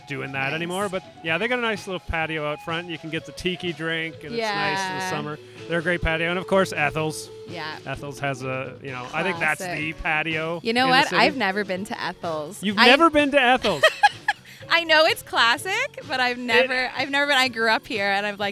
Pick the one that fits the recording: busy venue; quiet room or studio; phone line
busy venue